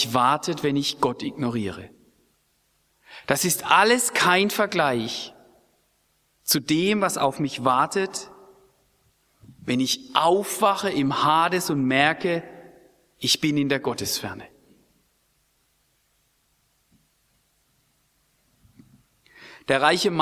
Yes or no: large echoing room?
yes